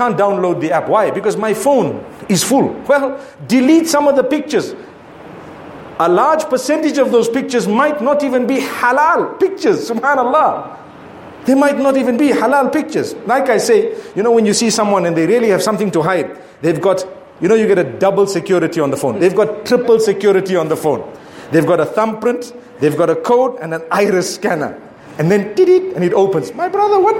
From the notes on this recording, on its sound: Friday Jumu&#8217;ah Lecture from Bulawayo Jamiah Masjid, Zimbabwe